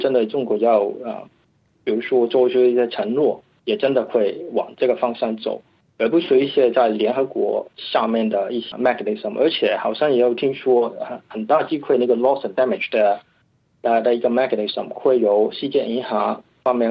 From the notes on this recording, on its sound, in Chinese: 法广电话连线了新西兰惠灵顿维多利亚大学中国气候政策研究专家。